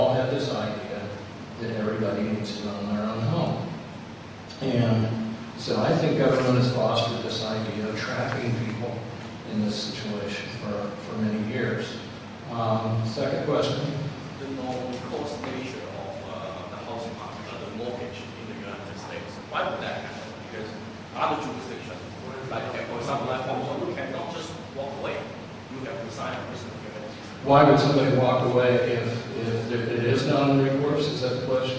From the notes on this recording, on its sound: This panel discussion is from the 2011 meeting of the Property and Freedom Society